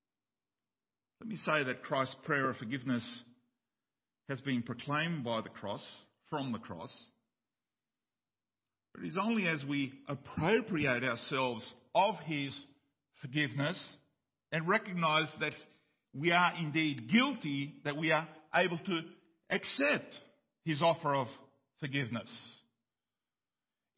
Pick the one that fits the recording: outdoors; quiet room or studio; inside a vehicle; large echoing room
large echoing room